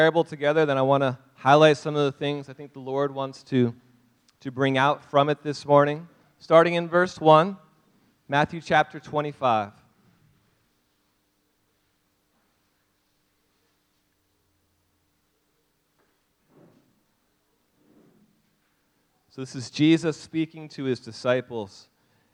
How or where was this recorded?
large echoing room